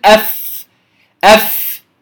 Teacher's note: فالشفة السفلى هي الاعتماد الأكبر عليها في حرف الفاء. أطراف الثنايا العليا الاعتماد عليها أقل قليلا، ولكن بغيرها أيضا لا تنطق الفاء، لا تخرج سليمة.